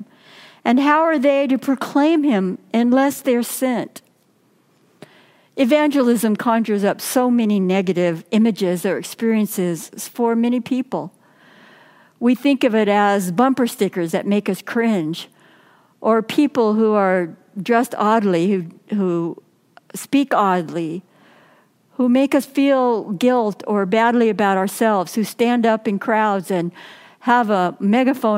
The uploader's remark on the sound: Message delivered during the Traditional Worship Service. San Marino Community Church.